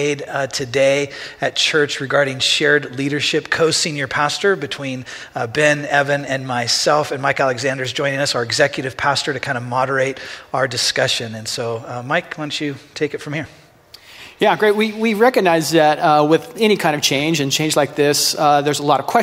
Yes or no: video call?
no